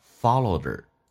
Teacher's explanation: 你可以用 d 击穿 h 音叫 followed her